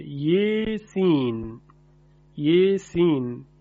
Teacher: حرف یا که الف اون اماله میشه